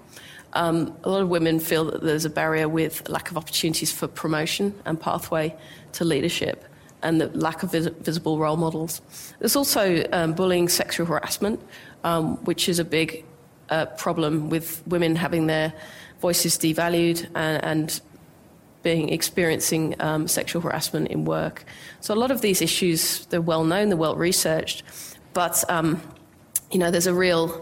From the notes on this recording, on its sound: IFE Grand Challenge Lecture recorded at QUT.